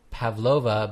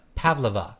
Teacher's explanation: The stress is in the first syllable · Shown in: second take · not Pavlova, but Pavlova.